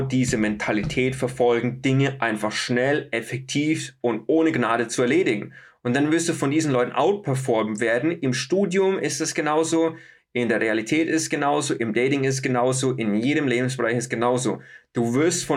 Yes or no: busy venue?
no